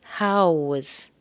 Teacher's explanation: Well, we could say, how was, now that's an easy connection because that W sound at the end of how and the W sound at the beginning of was are the same. So hold it just for an extra second.